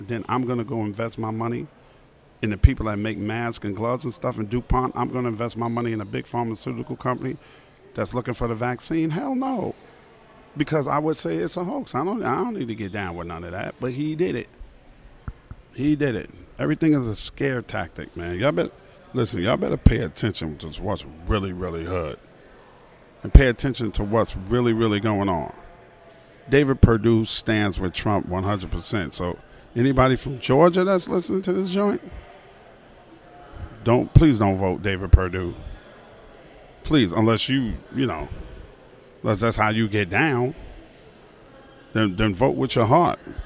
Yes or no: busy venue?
yes